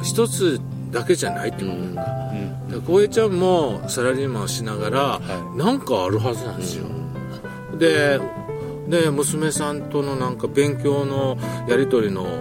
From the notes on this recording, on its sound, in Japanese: 富士山をバッグに３人対談